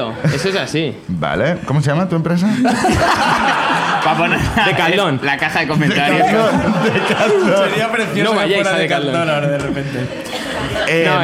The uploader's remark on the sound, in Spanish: La Ruina visita Madrid por primera vez. El público madrileño nos cuenta también sus miserias.